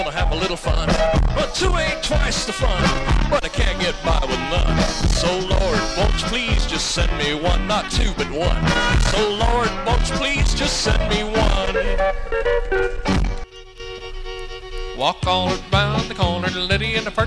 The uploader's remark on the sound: Live Dance Recording. From 1982 in Northern California.